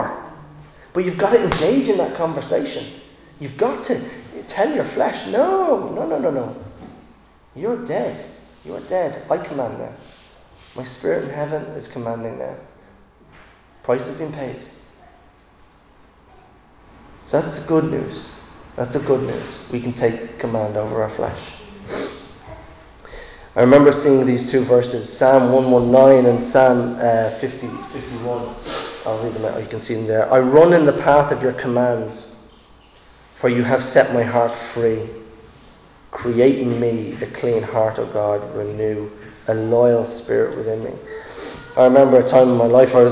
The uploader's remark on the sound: Recorded live in Liberty Church on 13 March 2022